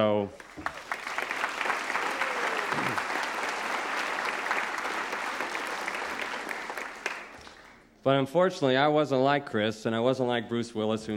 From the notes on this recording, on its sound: In this podcast, recorded at the Academy of Achievement's 1996 Summit in Sun Valley, Idaho.